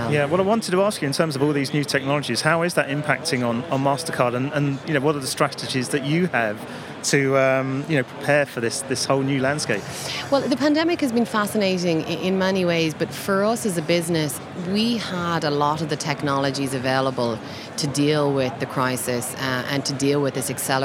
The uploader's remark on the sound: The first of two episodes recorded in partnership with Banking Circle Group at Money20/20 Europe, that took place in Amsterdam. We recorded a series of interviews on the Banking Circle booth with a number of the speakers from the conference.